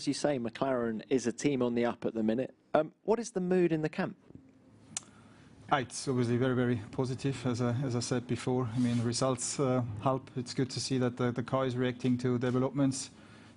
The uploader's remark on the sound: Austria Friday Team Principal's Press Conference.